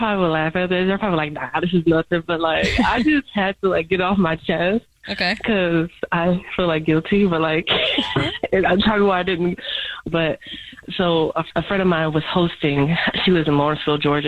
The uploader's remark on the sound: The woman on the phone is stepping out of work while on the phone to confess her Dirty Little Secret!